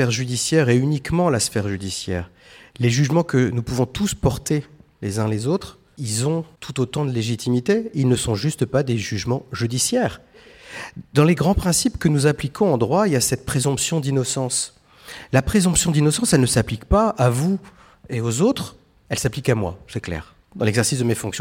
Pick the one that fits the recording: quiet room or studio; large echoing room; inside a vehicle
large echoing room